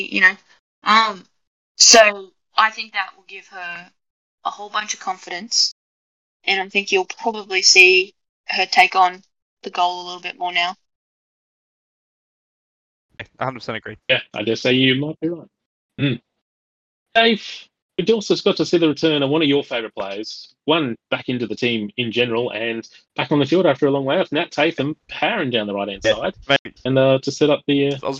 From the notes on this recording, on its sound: Audio quality is a little choppy in this one, 2022 wasn’t kind to us recording so apologies in advance.